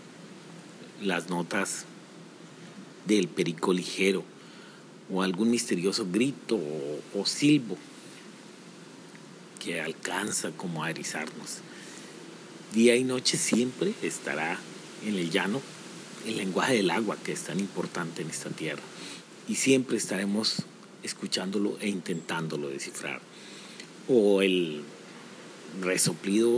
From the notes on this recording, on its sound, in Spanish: Grabado en campo y narrado por un vaquero y gestor cultural de la región.